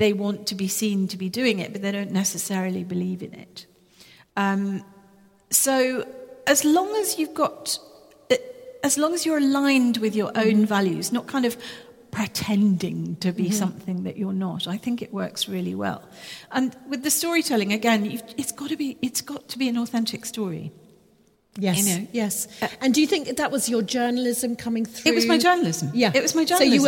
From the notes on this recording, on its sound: Live in Harrogate. Recorded in front of a live audience under the high vaulted ceiling of St Wilfred's in Harrogate.